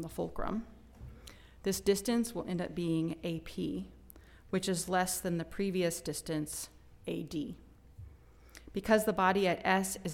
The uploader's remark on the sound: Recording of a lecture delivered on February 24, 2023. As part of the Formal Lecture Series.